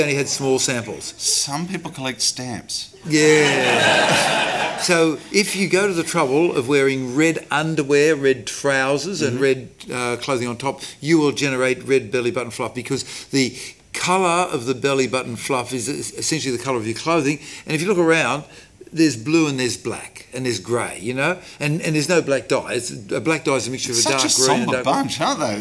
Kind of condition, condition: setting, live audience